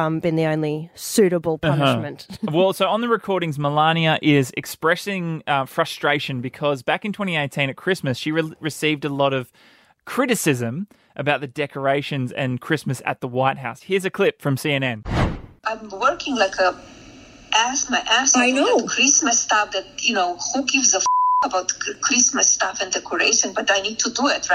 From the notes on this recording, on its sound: a surprise call from his aunt